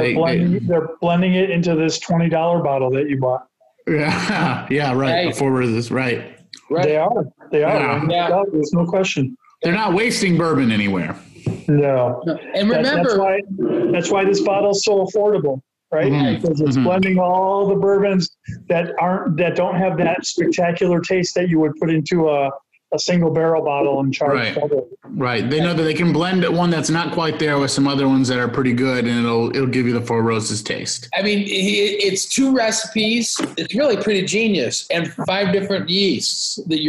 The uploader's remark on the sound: we gather on the phone